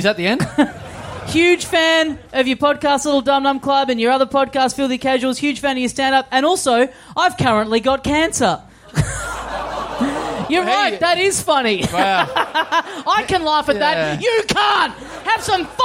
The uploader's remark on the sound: It's our first ever show in Tasmania. We find an audience member in the front row.